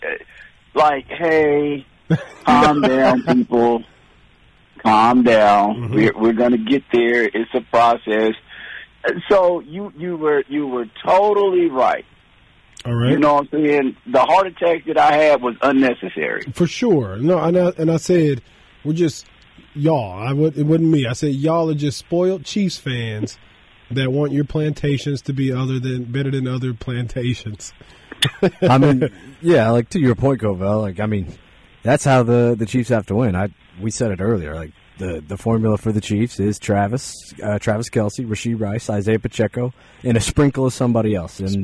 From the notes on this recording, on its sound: joins over the phone